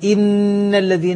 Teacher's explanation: النون المشددة فيها غنة مشبعة